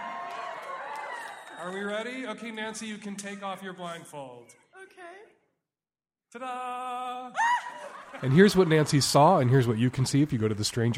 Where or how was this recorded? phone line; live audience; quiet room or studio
live audience